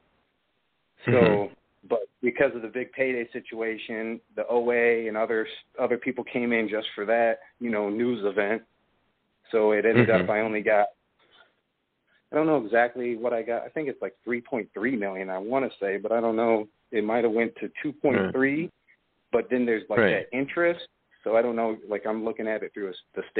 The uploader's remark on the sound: It's a call-in show